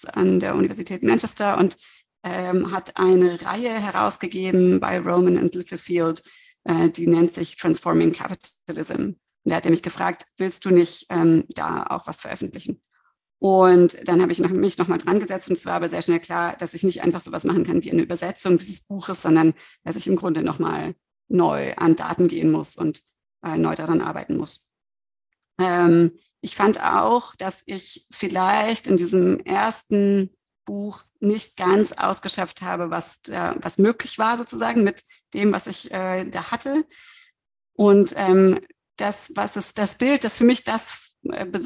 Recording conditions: video call